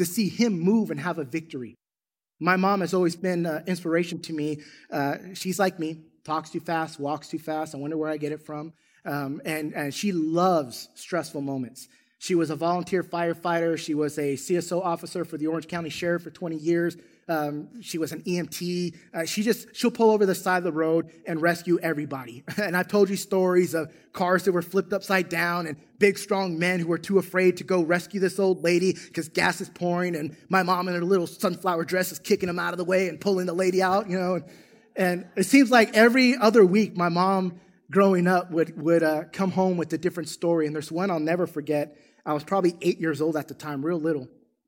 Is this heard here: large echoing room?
yes